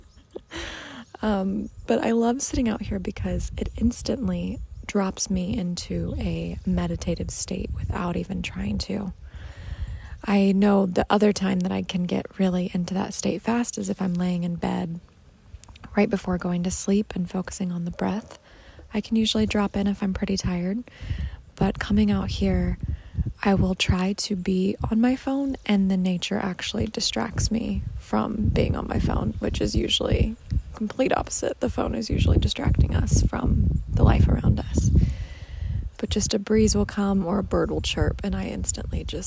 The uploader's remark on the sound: Join me on my deck for a little morning meditation. There are birds chirping, some wind, and noises.